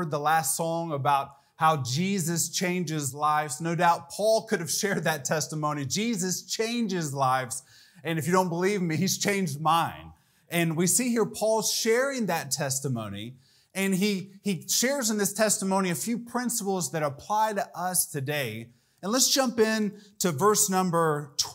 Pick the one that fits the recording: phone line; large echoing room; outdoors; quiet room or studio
large echoing room